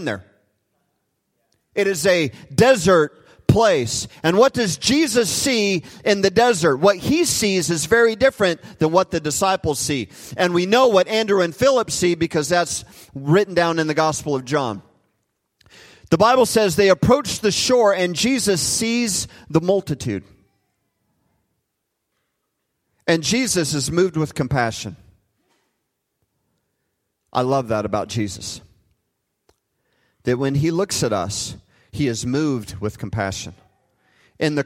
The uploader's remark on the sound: Recorded live at Hope Church in Springfield, Mo.